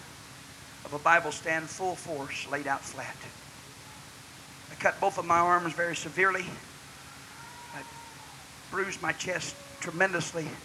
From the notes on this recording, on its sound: preached at the Church Of The Lord Jesus Christ in Lucedale, MS, June 5, 2002.